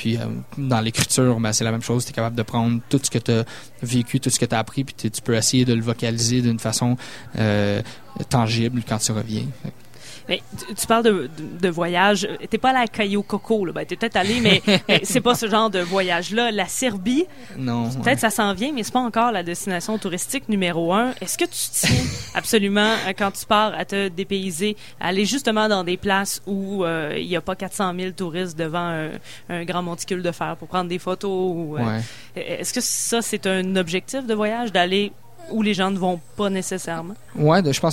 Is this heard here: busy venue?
yes